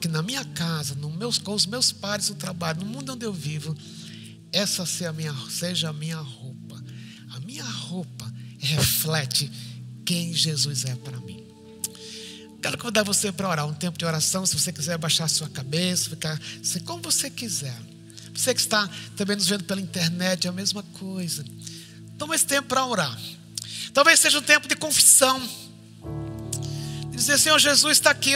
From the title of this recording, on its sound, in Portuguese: IBMorumbi Culto Ao Vivo